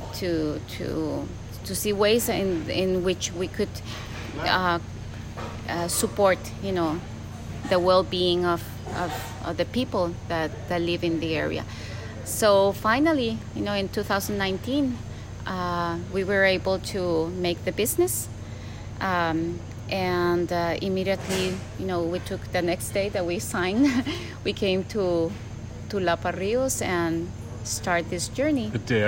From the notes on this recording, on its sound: With some background noise from macaws and toucans